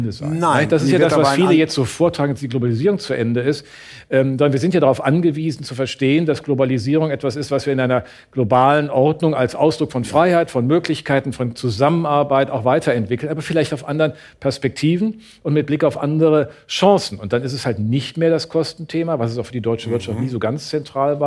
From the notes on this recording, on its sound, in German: im ersten Podcast vor Publikum